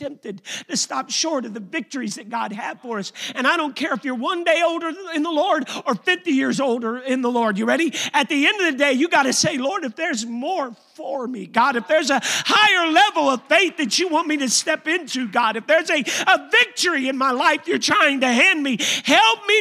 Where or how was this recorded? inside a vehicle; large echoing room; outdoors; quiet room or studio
large echoing room